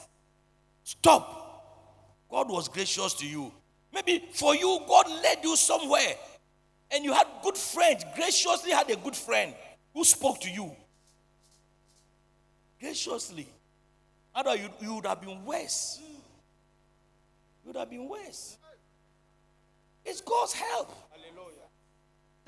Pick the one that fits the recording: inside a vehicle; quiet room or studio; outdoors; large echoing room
large echoing room